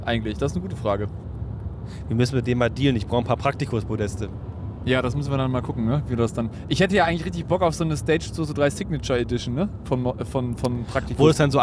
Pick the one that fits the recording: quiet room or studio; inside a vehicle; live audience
inside a vehicle